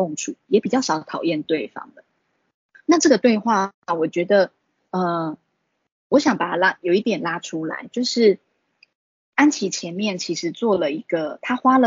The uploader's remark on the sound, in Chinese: 此為線上課程錄音檔